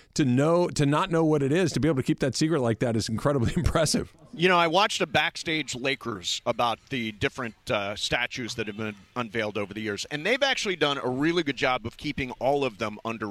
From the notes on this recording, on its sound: live from the Nixo Lounge at the E-Central Hotel!